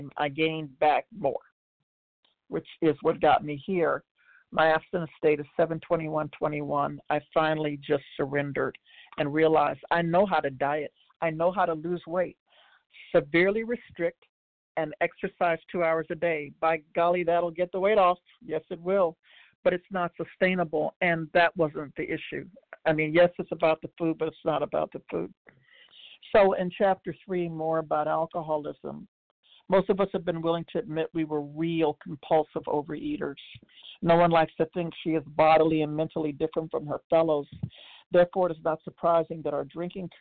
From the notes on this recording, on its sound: 100 Pounders Phone Meeting